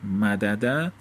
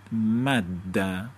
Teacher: مثلا مدده بشه مد ده، شما دال اول رو داخل در دال دوم میکنی، دال اول هضم میشه، دال دوم تشدید میگیره، به این میگن ادغام